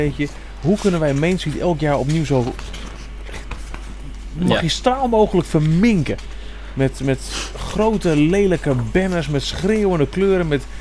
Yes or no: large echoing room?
no